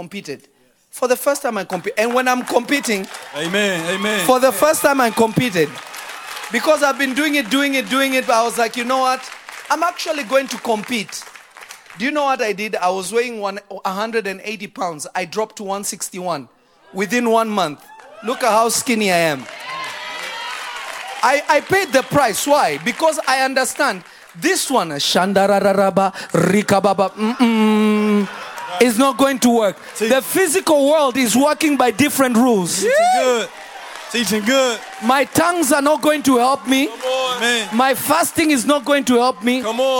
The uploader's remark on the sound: From Revelation Church in Simi Valley, CA. This message was recorded live.